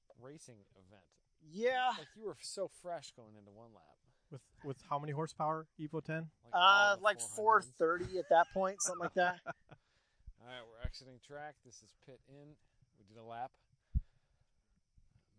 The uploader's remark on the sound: Walking the track at Blackhawk